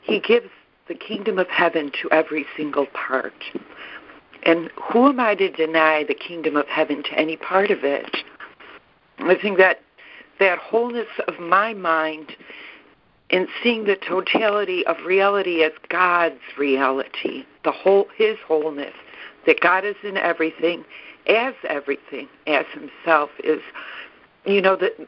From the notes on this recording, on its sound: ACIM Daily Conference Call